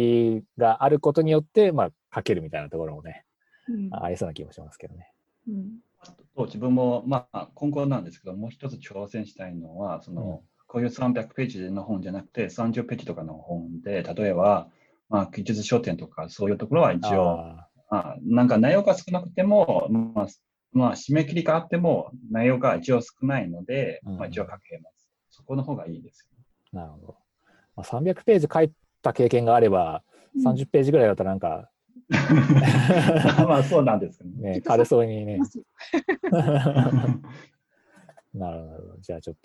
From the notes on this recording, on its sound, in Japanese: 久々収録で初リモート収録